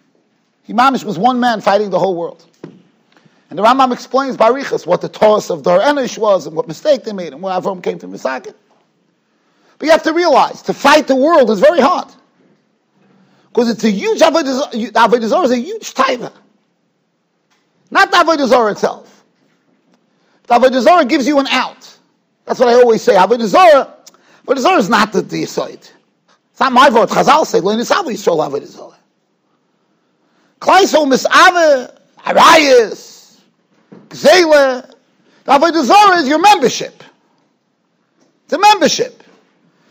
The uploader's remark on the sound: Shiur recorded in Yeshivas Ohr Reuven, Monsey, NY.